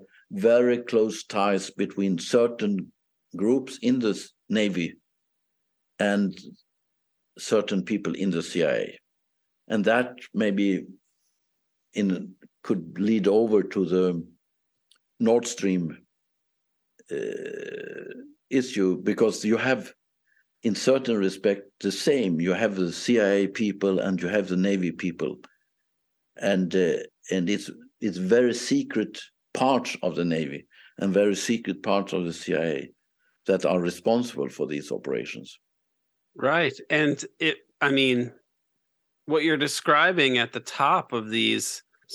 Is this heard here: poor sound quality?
no